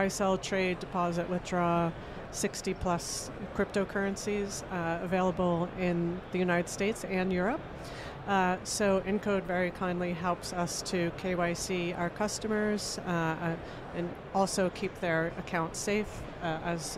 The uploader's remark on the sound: Recorded at Money 20/20 in October 2022